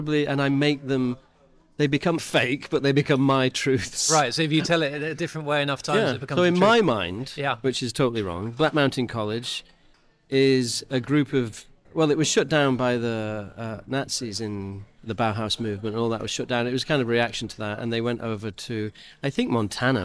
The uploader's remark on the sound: We recorded this episode during a busy lunch service at Sessions Arts Club. This episode was recorded in person at Sessions Arts Club, London.